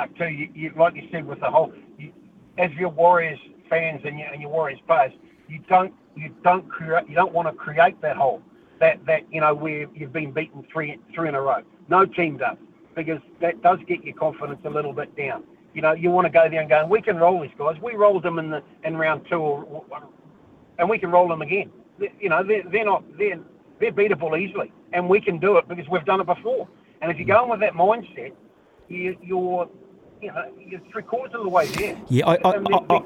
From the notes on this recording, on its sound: hits the phone and text lines to get the listeners opinions